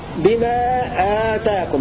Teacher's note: وقرأ الباقون بألف بعد الهمزة وتمد مد بدل: بما آتاكم، بمعنى أعطاكم الله.